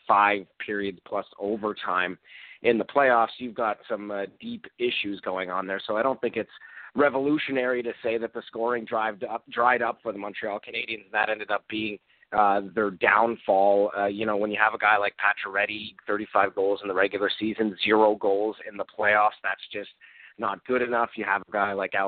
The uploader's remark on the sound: we take your phone calls